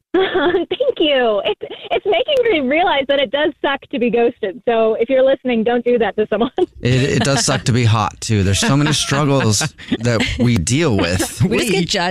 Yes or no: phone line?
yes